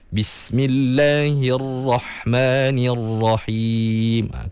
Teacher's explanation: Kena angkat sikit pangkal lidah tu biar ra tu lebih tebal.